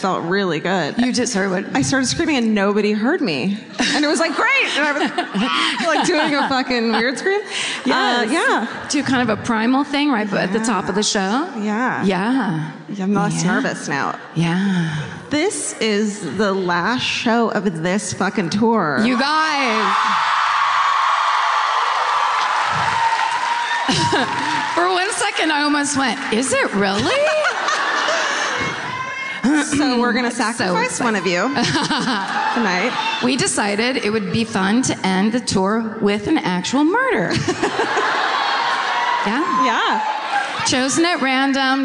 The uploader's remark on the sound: Live At The Keswick Theatre. Comes to you live from the Keswick.